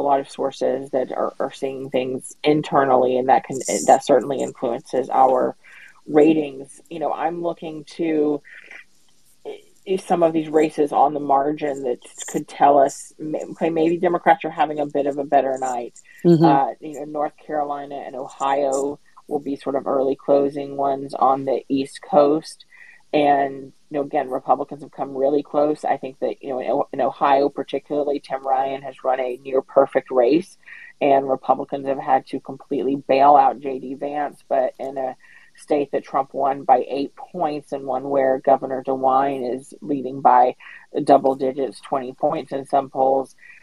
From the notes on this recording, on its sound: This conversation was recorded via Twitter Spaces